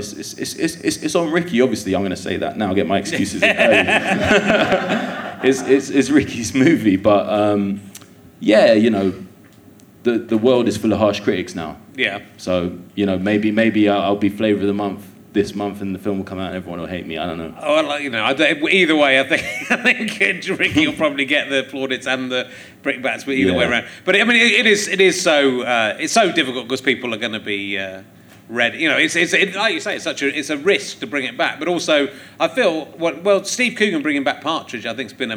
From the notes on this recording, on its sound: Leicester Square Theatre Podcast. Interviews a member of his audience.